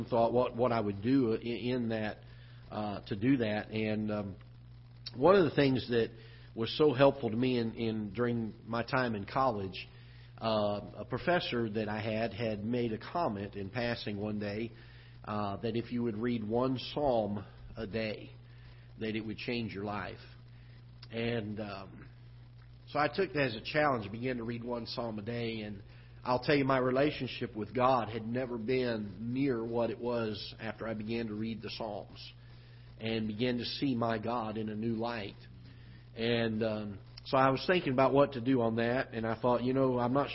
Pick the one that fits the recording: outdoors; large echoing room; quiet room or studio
large echoing room